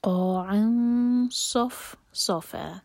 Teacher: عین پر فتح کی تنوین، اس کے بعد ہے صاد، صاد کے لیے زبان تیار کریں گے جب ہم اخفاء کریں گے